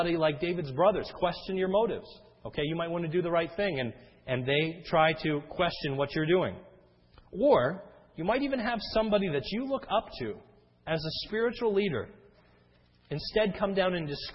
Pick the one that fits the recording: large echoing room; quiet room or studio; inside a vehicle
large echoing room